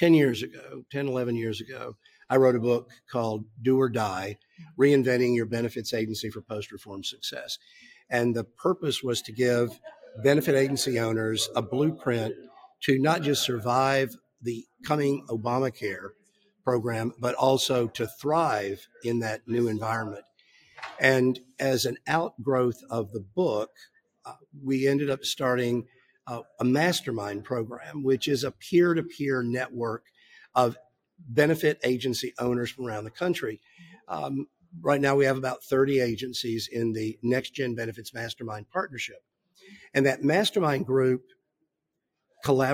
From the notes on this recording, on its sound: We're coming to you LIVE from this year's ASCEND Conference in New Orleans.